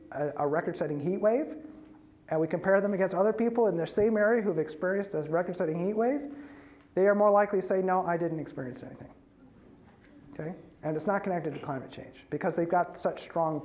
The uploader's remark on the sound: As part of the University of Washington Graduate School program BUNK: The Information Series on October 30 at UW’s Kane Hall.